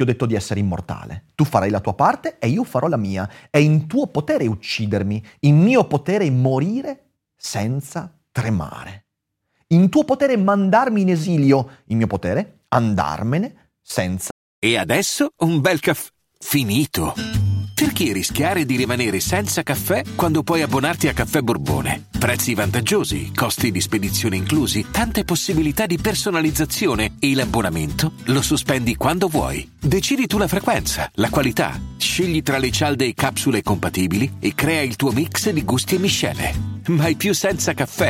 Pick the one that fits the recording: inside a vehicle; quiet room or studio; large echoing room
quiet room or studio